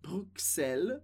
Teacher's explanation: A gente pode falar Bruxelles, como se fossem dois S, Bruxelles, ou Bruxelles, Bruxelles. Interessante porque os franceses tendem a pronunciar como KS, Bruxelles, uma pronúncia mais afrancesada, e os belgas vão pronunciar Bruxelles, porque é uma pronúncia que vem do flamenco, da língua da Bélgica.